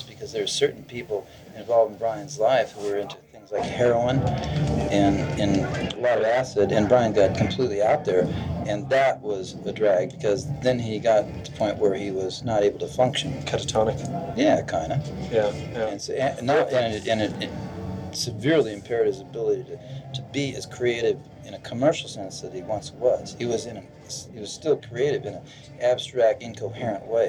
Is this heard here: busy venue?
yes